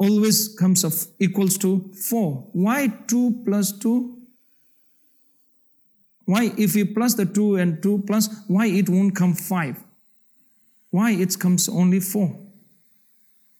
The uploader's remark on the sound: The Rubin Museum presents a weekly meditation session led by a prominent meditation teacher from the New York area. This podcast is recorded in front of a live audience in Chelsea, New York City, and includes an opening talk and 20-minute sitting session.